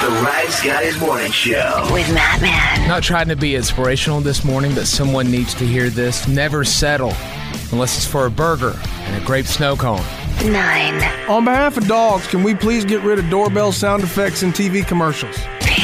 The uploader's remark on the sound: OPEN PHONES